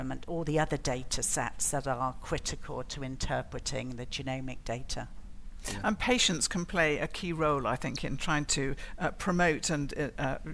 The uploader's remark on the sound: Another brilliant session from the last genomics England Research Summit